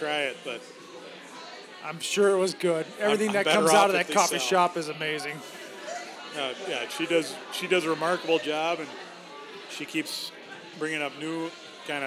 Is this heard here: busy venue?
yes